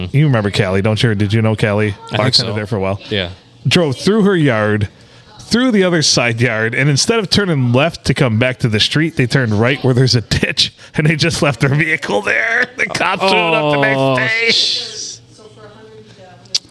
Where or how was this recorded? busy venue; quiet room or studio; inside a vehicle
busy venue